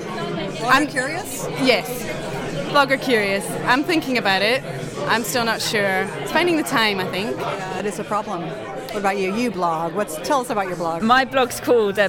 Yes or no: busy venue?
yes